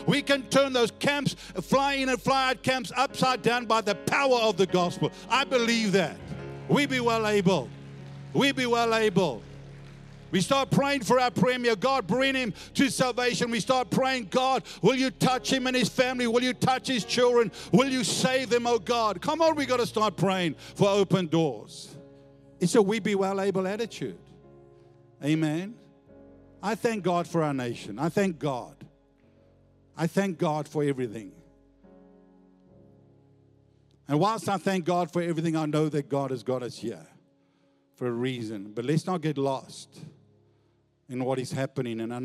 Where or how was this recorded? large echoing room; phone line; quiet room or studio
large echoing room